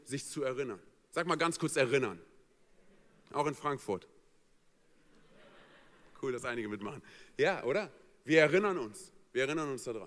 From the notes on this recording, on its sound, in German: aus unserem Gottesdienst am 21.